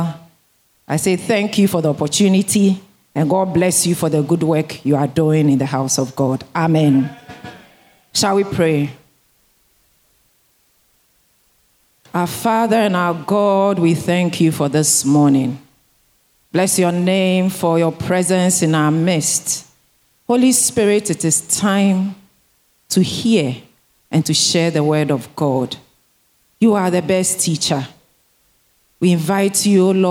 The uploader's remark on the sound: Sermon preached at CBC Shiashie Campus